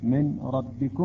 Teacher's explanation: يعني النون الساكنة تقريبا تحذف ويلفظ الحرف الثاني بصورة مشددة · Term: الإدغام